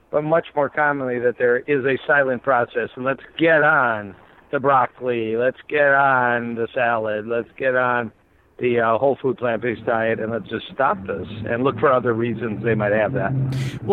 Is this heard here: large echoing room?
no